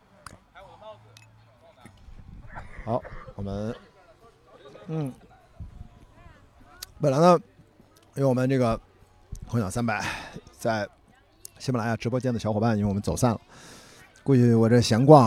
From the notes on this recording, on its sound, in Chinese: 我在阿那亚的【候鸟300】的沙城的夜里，散步。打开H6录音机，随机漫步，随机录音与对话。我遇到了两个音乐人，一个打击，一个长号。